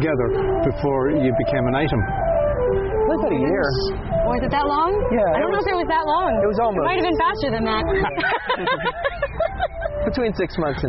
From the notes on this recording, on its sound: In Conversation at Goderich Celtic Roots Festival.